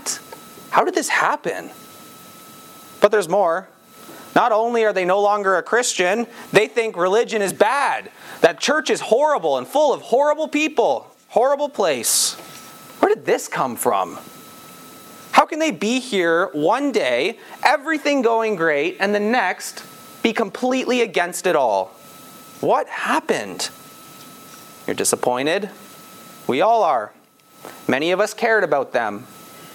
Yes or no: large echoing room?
yes